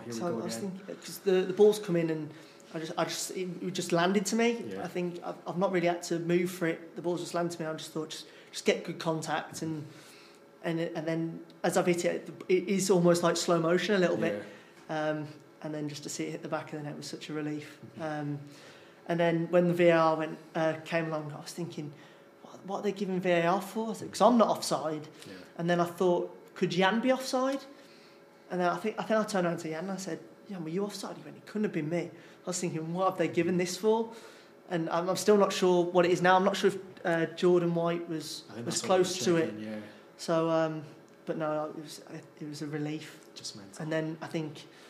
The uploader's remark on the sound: during the club's weekly press conference